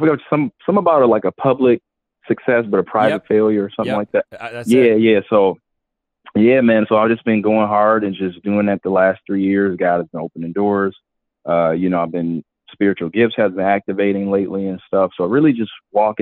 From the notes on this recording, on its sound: A live stream where everyone calls in live and ask questions!